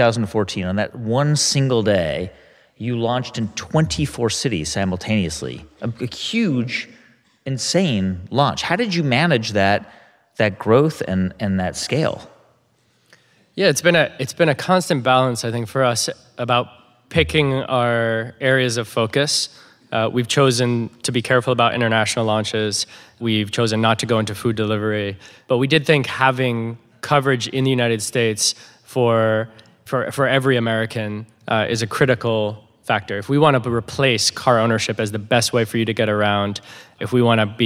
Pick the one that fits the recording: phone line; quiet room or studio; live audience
live audience